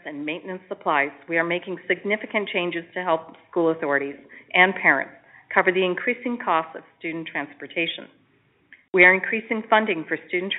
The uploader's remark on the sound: Education Telephone Town Hall (Southern Alberta).